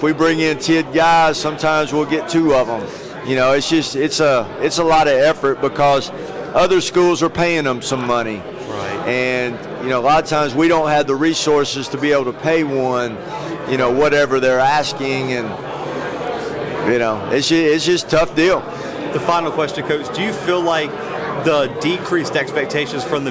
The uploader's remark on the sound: The Bluebloods are live from SoCon Media Day in Greenville, South Carolina.